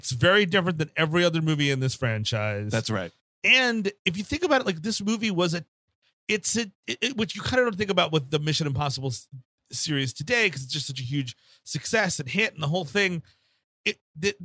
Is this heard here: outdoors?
no